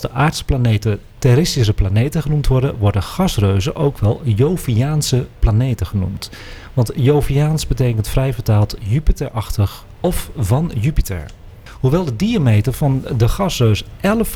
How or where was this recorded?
busy venue